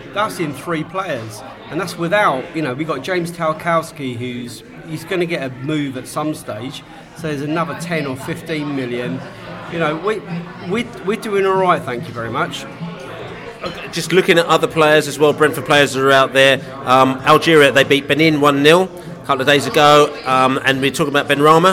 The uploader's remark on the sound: Podcast From the Pub